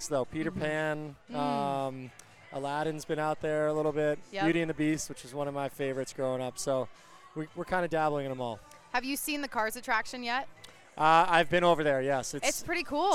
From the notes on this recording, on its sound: Recorded from the 2023 Anaheim Ducks Day at Disneyland California Adventure Park.